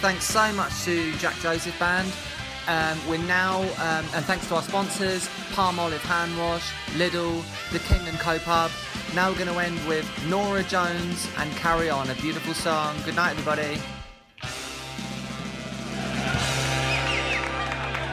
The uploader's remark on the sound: comes live from a pricey pub in Clapham